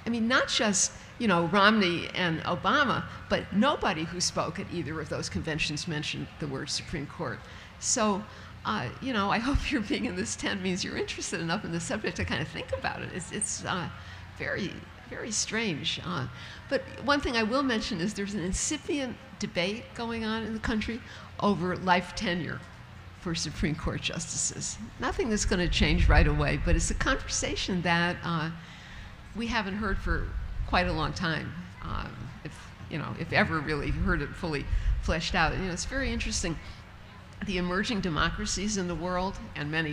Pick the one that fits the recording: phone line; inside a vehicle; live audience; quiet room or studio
live audience